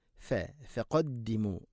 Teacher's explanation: ഫ എന്ന അക്ഷരത്തിൻ്റെ ഒരു മഖ്റജ് താഴെ ചുണ്ടിൻ്റെ പള്ള ഭാഗമാണ്, അതുകൊണ്ട് ഫ ഫഖദ്ദിമൂ, അതാണ് ഒരു കൃത്യമായ ശൈലി.